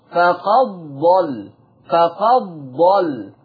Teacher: يعني احنا عندنا حفص يقول فقد ضل فقد ضل، لكن ورش يضغم الدال في الضاد